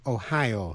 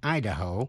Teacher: Tiểu bang Ohio nhấn mạnh vần nhì, nhưng tiểu bang Idaho nhấn mạnh vần đầu.